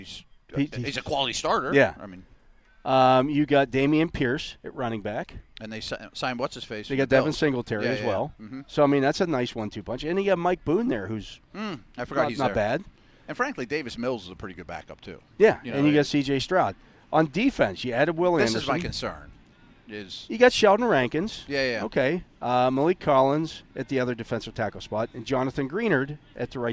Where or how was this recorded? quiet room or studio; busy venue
busy venue